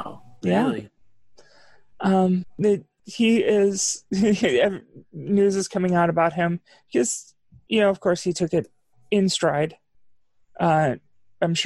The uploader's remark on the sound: ZOOM CONFERENCE